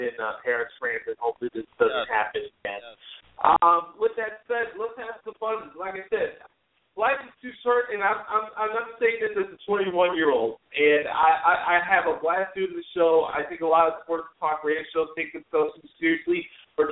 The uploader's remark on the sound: We'll also take your phone calls!